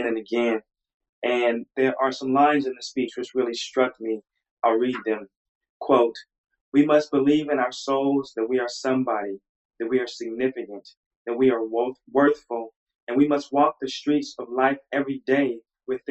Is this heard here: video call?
yes